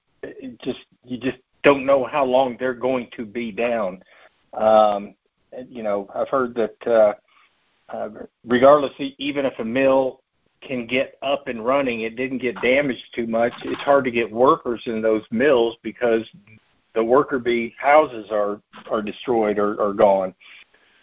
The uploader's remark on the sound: March 2023 Monthly Cotton Conference Call.